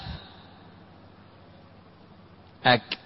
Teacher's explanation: فقال ربكم ادعوني، خطأ، وقال ربكم ادعوني، أق. السادس: من أقصى اللسان أسفل من مخرج القاف بقليل، مخرج الكاف، أك. ويقال للمخرجين الخامس والسادس الحرفان اللهويان نسبة إلى اللهاء، هذه ألقاب الحروف.